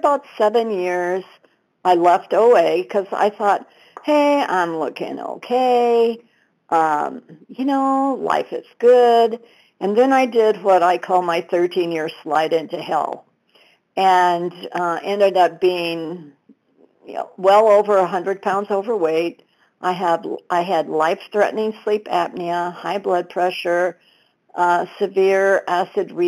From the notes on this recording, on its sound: 100 Pounders Phone Meeting, 12/4/22